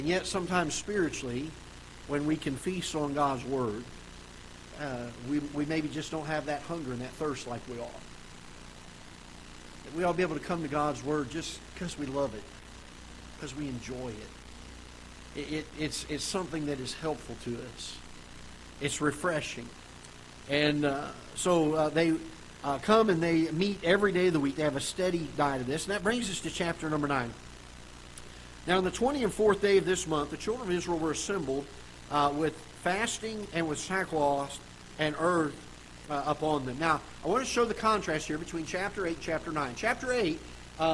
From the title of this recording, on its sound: Ketha Heights Baptist Church ~ Live Broadcast